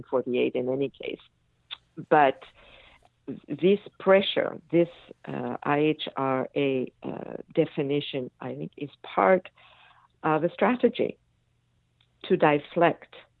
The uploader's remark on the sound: I had with me on the phone